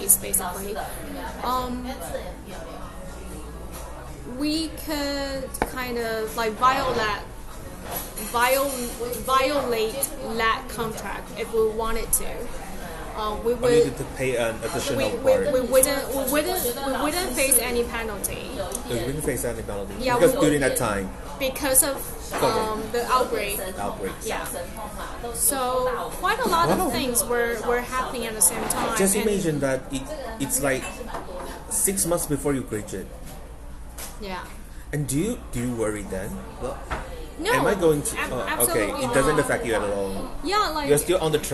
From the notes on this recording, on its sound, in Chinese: 這是一集極具挑戰性的一場錄音。它發生在早上九點的早午餐，它更發生在人聲鼎沸的餐廳之內；又再一次，我為錄音品質感到抱歉XD。錄音編輯後製：完全沒有。